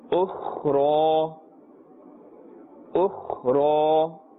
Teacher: The letter kha, as you can hear, has a scraping sound.